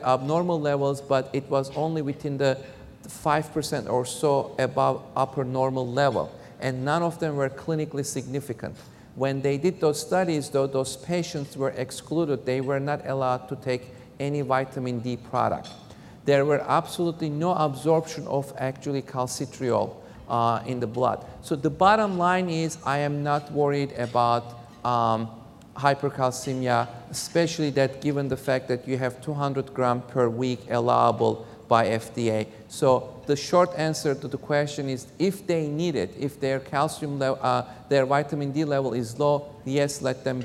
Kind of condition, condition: setting, large echoing room